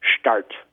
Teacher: I occasionally hear people put an H between an S and a T in words. So, for example, they'd say, instead of start, they would say start.